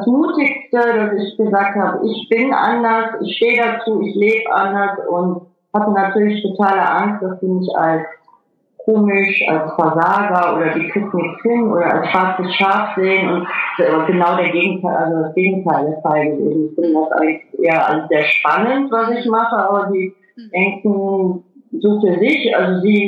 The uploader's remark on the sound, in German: Per Skype interviewt.